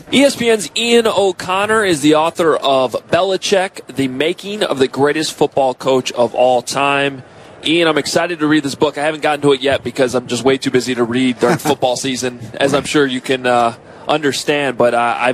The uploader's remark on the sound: Live From Radio Row